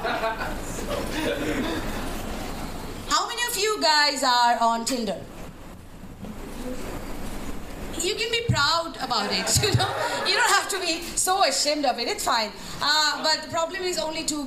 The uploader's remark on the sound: Live at One Night In Saigon